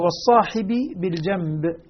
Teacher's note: بدأ هنا بكلمة والصاحب بالجنب، وبالصاحب أدغم، أدغم الباء بالباء التي بعدها